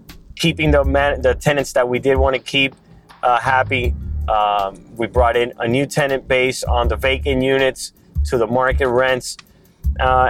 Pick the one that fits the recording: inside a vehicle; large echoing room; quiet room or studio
inside a vehicle